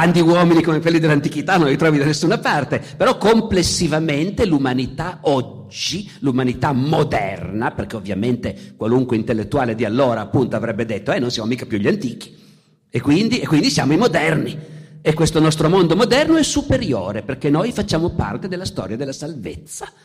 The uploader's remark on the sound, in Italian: Festival della Bellezza, 2021. Al Festival della Bellezza, edizione 2021, al Vittoriale.